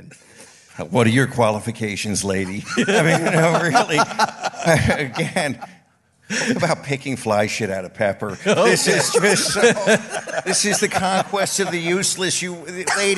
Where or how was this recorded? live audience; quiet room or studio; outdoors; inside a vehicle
live audience